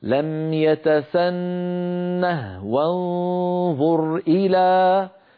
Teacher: هذه الهاء هاء السكت تستعملها العرب، أغلب العرب، في حال الوقف، فإذا وصلوا حذفوها، لكنها في المصحف الشريف ثابتة في الخط. فحفص روى لنا هذه الكلمة ساكنة الهاء وقفا ووصلا، يعني في الوقف أقول لم يتسنه، وإن وصلت أقول لم يتسنه وانظر إلى، فأسكنها أيضا في حالة الوصل، أعود فأقول اسمها هاء السكت.